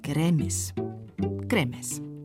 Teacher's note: Weil sich aber Gräbnis kaum aussprechen lässt, wird Gräbnis draus. Und dann verschmelzen nach den Assimilationsregeln auch noch die Konsonanten b, n im Bayerischen zu m. Und schon sind wir bei Grämis.